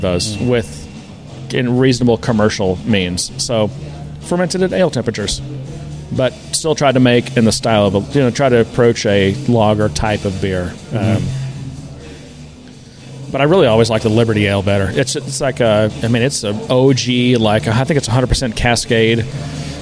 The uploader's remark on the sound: we get out of the office and record from our local watering hole, Thirsty Growler